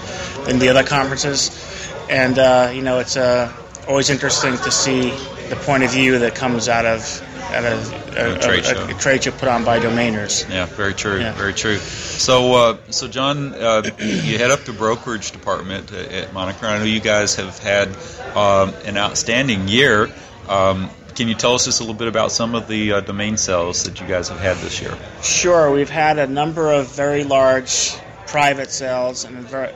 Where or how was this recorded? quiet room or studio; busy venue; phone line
busy venue